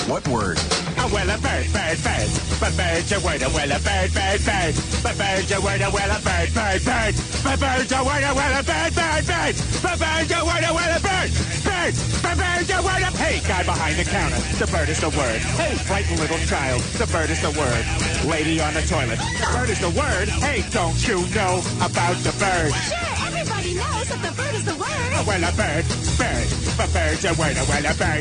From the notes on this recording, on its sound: Personal Prank Phone Calls Collection